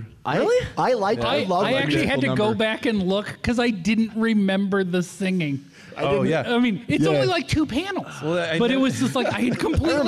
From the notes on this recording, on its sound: From Salt Lake Comic Con 2016, a panel discussion